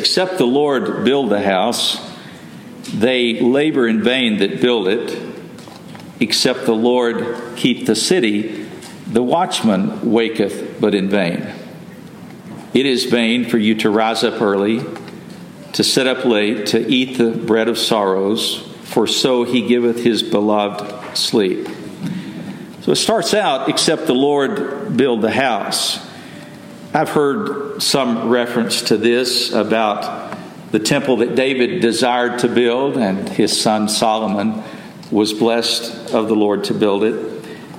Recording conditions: large echoing room